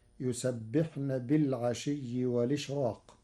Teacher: قرأ ورش كلمة والإشراق بنقل حركة الهمز إلى الساكن قبله مع حذفها، وليس لورش ترقيق في راء الإشراق لوقوع حرف الاستعلاء بعده، فتصير يسبحن بالعشي والإشراق.